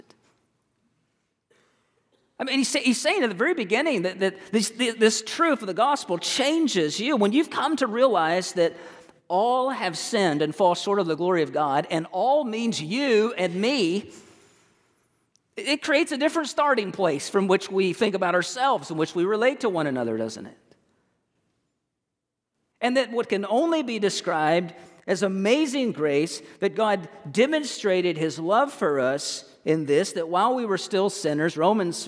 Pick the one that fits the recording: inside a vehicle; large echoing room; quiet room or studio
large echoing room